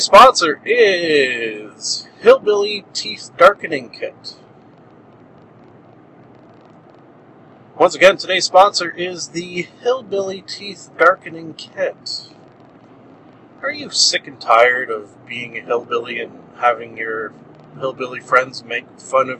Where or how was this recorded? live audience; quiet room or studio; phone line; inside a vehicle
inside a vehicle